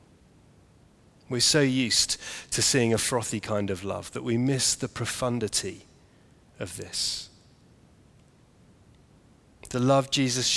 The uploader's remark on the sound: Sermon preached at the Maundy Thursday evening service